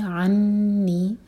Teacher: عین حلق سے نون پر غنہ، نون پر شدہ ہے تو نون کو ہول کریں گے اور پھر دو حرکہ کھینچیں گے، مد تبعی عنی مالیہ.